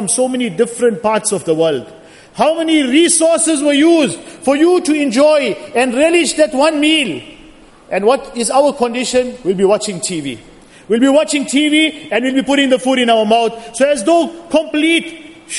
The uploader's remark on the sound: Jumuah Lecture at Masjid Al Hilal